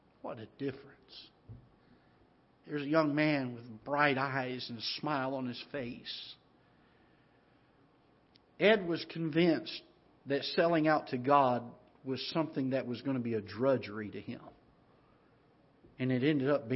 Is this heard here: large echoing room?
yes